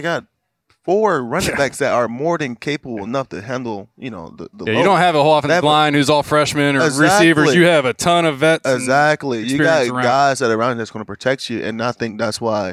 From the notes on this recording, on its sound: Lettermen Live is back at Roosters on Olentangy River Road in Columbus